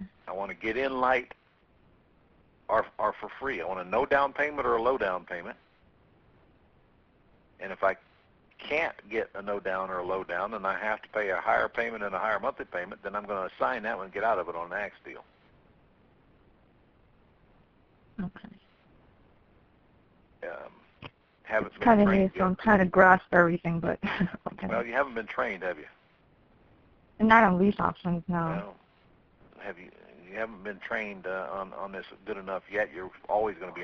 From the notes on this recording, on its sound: 2014-06-09 Q&A Call